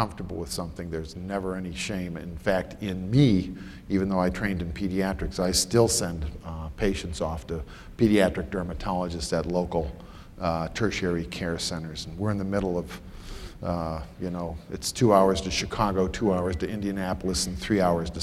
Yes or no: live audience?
yes